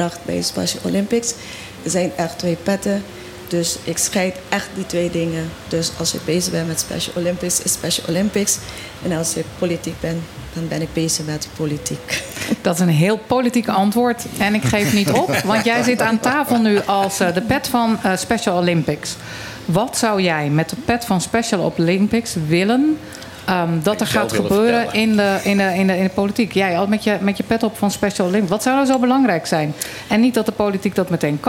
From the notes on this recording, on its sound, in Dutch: Het actualiteitenprogramma dat elke zaterdagmiddag live vanuit club Trocadero door de Bonairiaanse radiozender Mega Hit Fm (101.1 Mhz) wordt uitgezonden. Het werd een mooie uitzending met op de achtergrond het geruis van de regenbui die half Kralendijk onderwater zette.